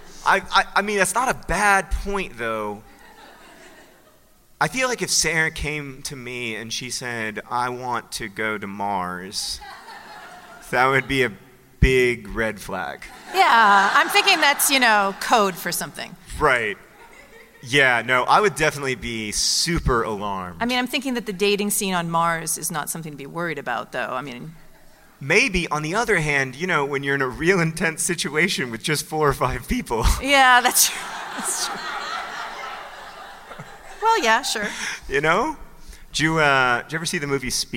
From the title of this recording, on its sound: Live from NerdCon: Stories